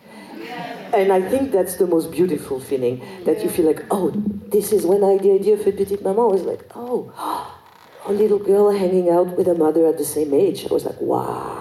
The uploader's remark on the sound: This talk was recorded as part of the two day Forum on Feminist Perspectives, held at Vienna’s Stadtkino in November 2022.